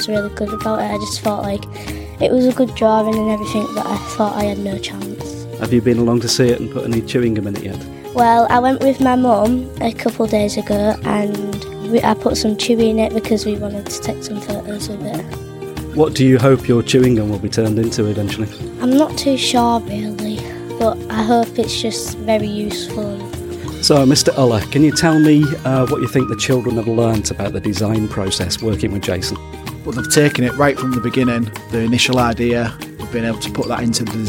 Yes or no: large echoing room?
no